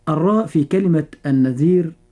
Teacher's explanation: الراء في كلمة النذير راء مرققة لأنها ساكنة وقبلها حرف لين وقبله مكسور